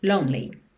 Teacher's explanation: Então não é lonely, mas lonely. Você pensa de ir do N direto pro L.